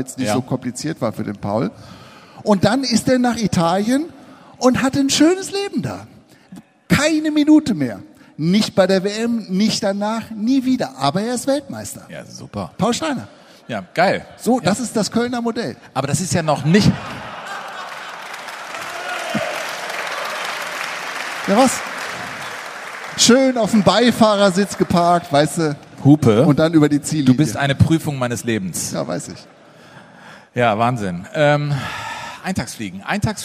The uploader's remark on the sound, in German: Live aus Köln-Ehrenfeld